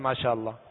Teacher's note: کھڑا زبر ایک الف کے برابر کھینچ کر ادا کریں گے